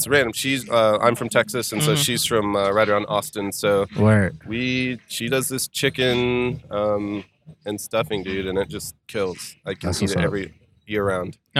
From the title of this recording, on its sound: Live At Louievolve